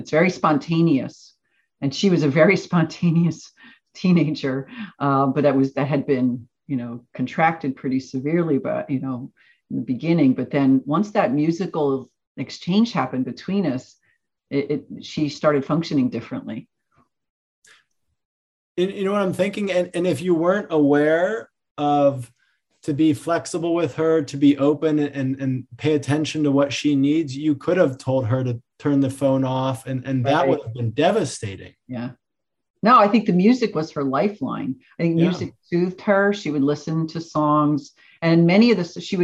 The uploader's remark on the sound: This episode features the audio from one of the ACO webinar presentations.